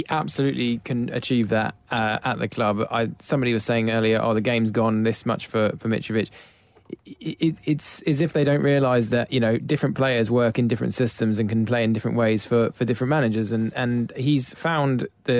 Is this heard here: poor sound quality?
no